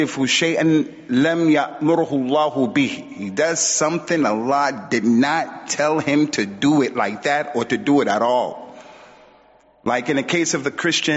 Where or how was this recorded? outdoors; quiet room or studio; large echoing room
large echoing room